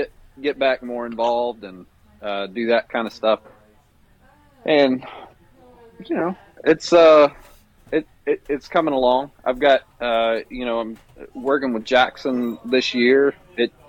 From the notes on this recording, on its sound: Coming to you Live and Unfiltered from Maloney's Pub. Coming to you Live and Unfiltered from Maloney's Pub.